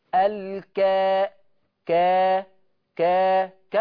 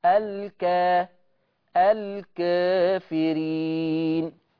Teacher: التقليل ده للفتح اقرب، بس بميل شويه، اسمها اماله صغر · Shown in: second take